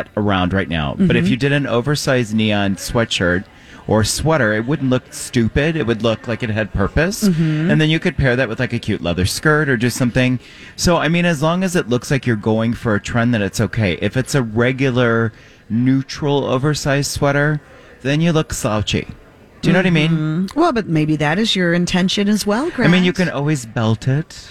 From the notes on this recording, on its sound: Are broadcasting live at Sourthern Lights.